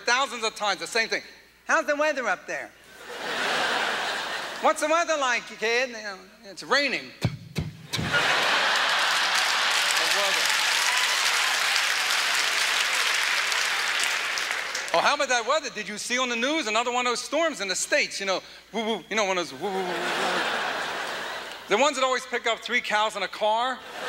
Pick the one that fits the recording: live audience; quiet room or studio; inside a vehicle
live audience